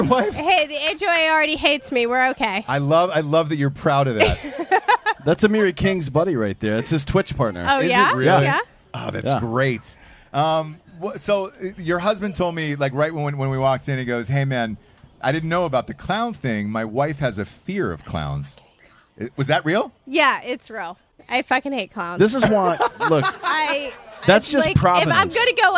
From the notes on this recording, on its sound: live from a Drinkin' Bros house party in Florida